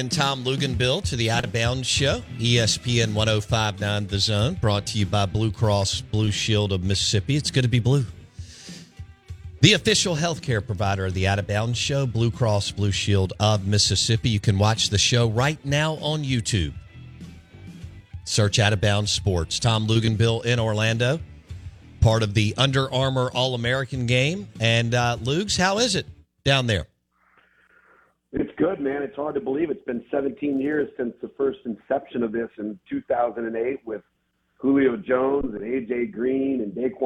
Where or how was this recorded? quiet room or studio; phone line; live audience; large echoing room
phone line